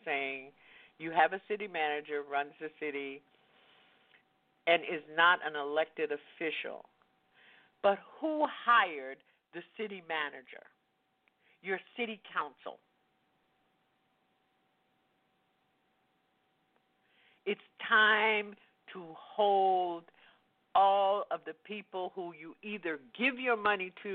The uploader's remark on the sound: LIVE & Call-In